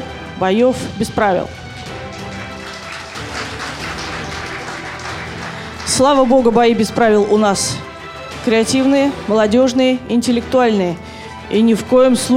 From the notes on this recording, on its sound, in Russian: Аудиозаписи интерактивного молодёжного креатив-шоу «Бои без правил», которое состоялось в рамках Всероссийского игрового фестиваля 9 декабря 2016 года в КСРК ВОС в Москве. Запись прямого эфира.